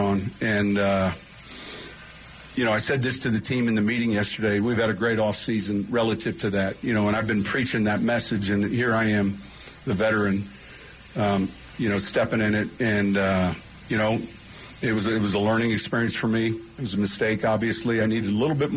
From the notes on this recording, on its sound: live from training camp